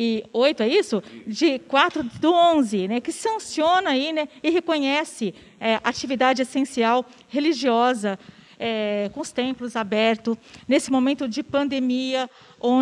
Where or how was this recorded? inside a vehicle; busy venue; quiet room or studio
busy venue